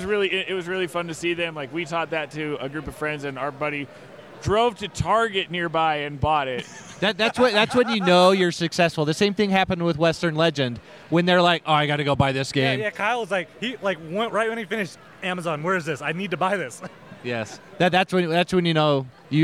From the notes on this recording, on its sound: SaltCON 2019 Special. We recorded live from the convention!